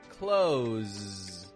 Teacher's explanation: buzzing, vibrating with that Z sound